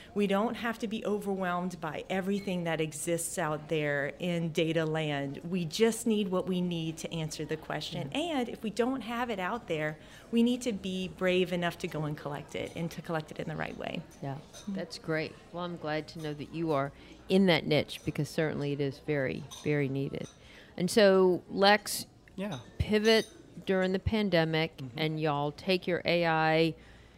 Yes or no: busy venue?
yes